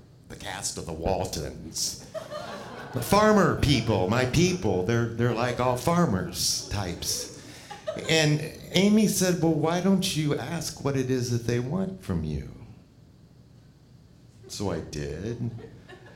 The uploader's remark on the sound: Live at The Fremont Theater in Portland, Oregon Portland Story Theater.